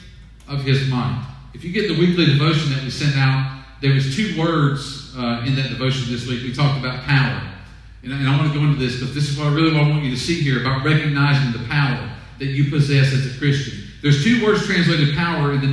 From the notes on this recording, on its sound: Sermon audio from 5/31/20 weekend worship service